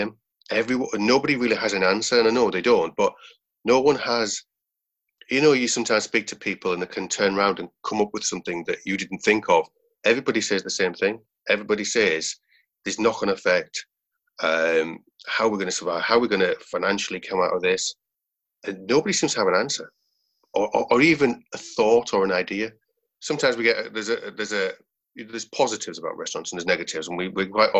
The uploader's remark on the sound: These episodes are recorded over video chat so please bear with us if the sound quality isn’t perfect!